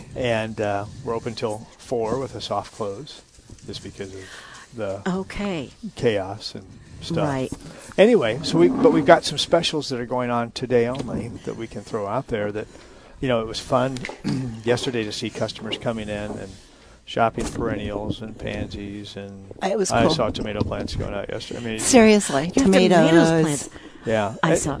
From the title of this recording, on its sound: Plant Experts Live at Prairie Gardens